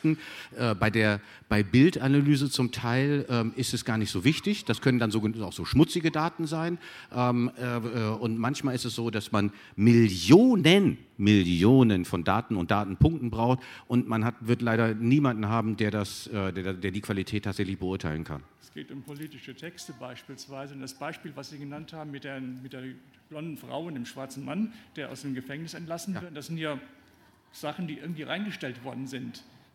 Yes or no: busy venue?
yes